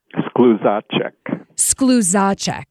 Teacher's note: Just put the accent on the second syllable